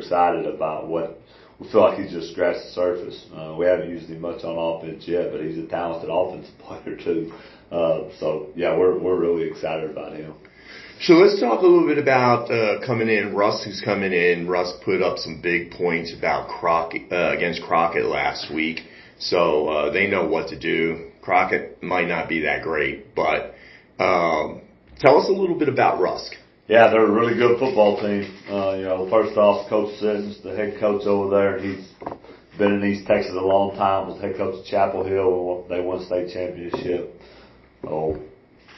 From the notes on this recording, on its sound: This interview was recorded at the Athens ISD Field House